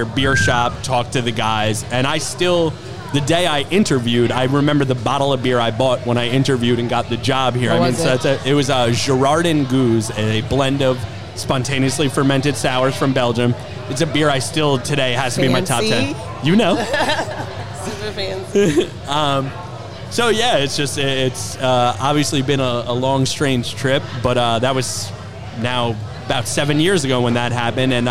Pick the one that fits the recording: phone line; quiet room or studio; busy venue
busy venue